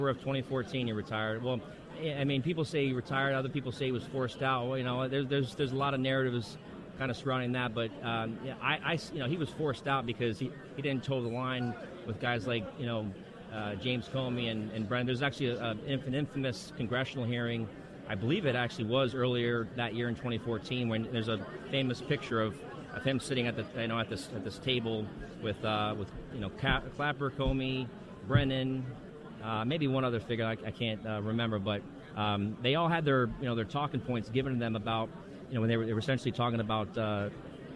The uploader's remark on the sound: LIVE From CPAC